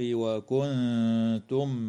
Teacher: وتخفى النون الساكنة عند التاء مع الغنة مرققة في كلمة كنتم في الموضعين